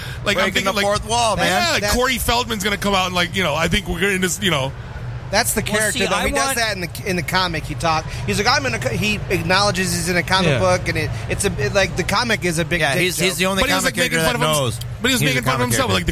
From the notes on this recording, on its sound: Live From Motor City Comic Con